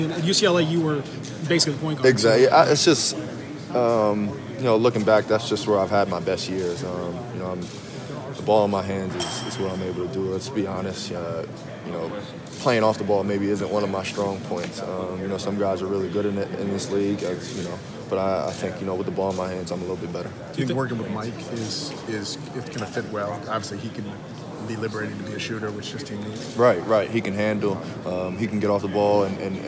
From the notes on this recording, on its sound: The introduction of four new players Monday down at FedEx Forum. Audio from the press conference of the players as well.